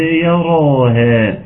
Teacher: ترقيق كل حروف الكلمة ما عدا الراء، الراء نظرا لأنها مفتوحة فتكون مفخمة